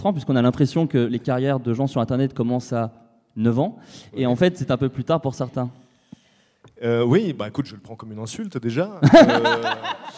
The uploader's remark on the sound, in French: Un épisode EN PUBLIC au Frames Festival 2016 ! C'était mon premier épisode en public, désolé pour les petits bugs de son et le ton parfois un peu moins naturel que dans mon salon.